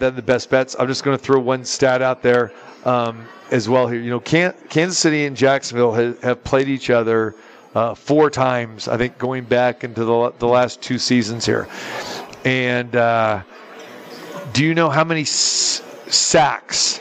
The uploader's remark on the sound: Live from the Super Book at the Westgate Las Vegas